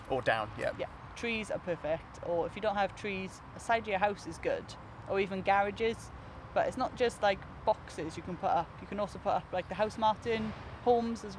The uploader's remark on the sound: This one was recorded in the park earlier this summer, so you can hear more birdsong than you would in our usual studio.